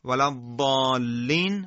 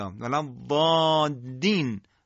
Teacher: لام رو انقدر با شدت ادا میکنن که تبدیل به دال میشه · Shown in: second take